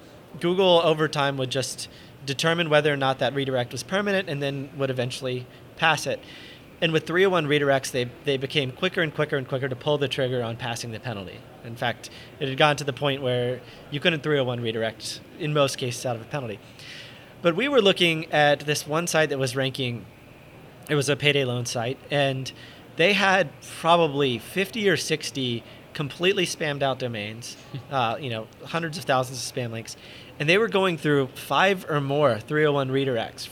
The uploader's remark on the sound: In this podcast recorded at Pubcon Las Vegas 2014.